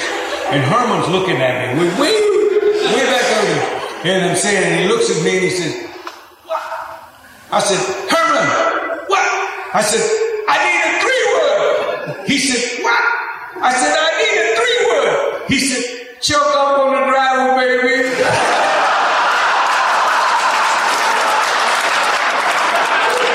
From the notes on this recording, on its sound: Headlined the first-ever Lone Star Luncheon hosted at the Texas Sports Hall of Fame. Listen to footage of the event. In front of a live audience.